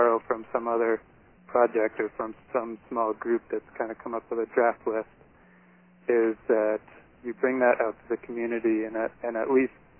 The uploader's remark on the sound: Listen to this call recording